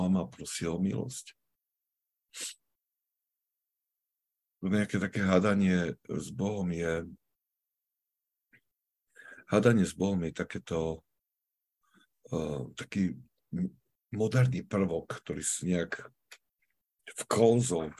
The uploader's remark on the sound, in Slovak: Filokalia Live - pravidelné online stretnutia prostredníctvom ZOOM.